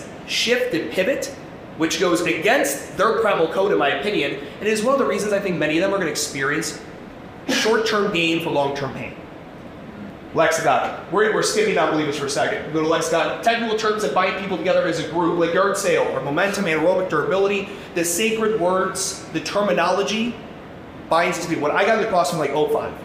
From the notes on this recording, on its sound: This is my keynote from the 2023 MADabolic Franchise Conference.